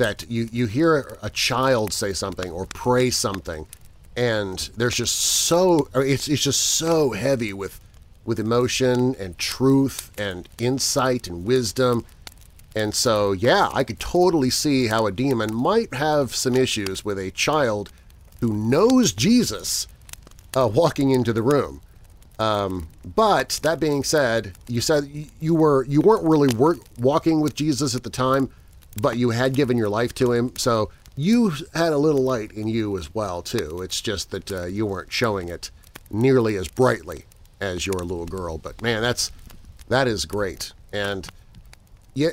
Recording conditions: outdoors